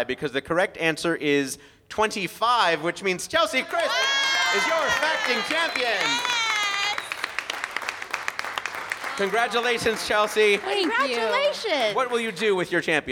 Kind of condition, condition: setting, busy venue